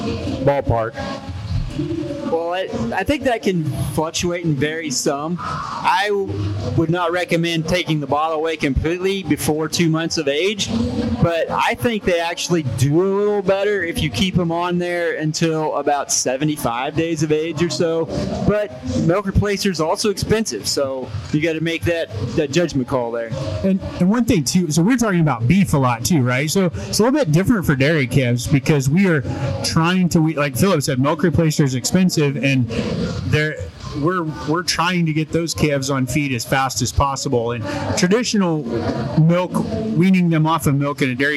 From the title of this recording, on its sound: Cattle Chat Live at the Kansas State Fair